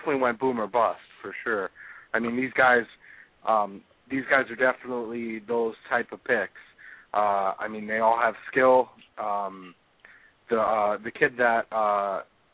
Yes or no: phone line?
yes